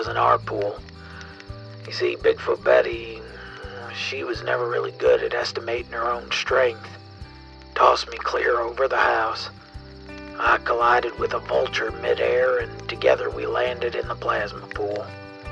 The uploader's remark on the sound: Kicks back by a campfire and muses into his old tape recorder.